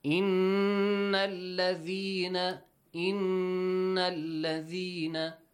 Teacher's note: Noon Mushaddad must produce Nasal sound. A ghunna sound.